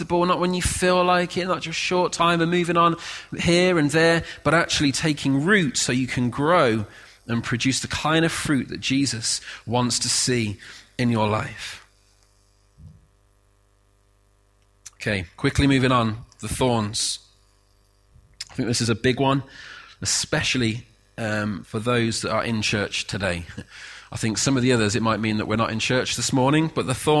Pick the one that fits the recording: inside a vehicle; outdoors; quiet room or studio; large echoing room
large echoing room